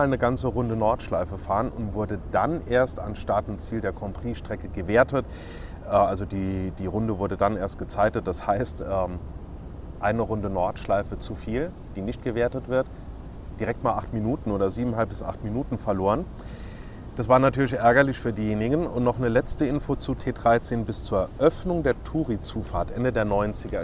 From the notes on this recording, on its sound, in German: aufgenommen bei herrlichem Wetter im Central Park in New York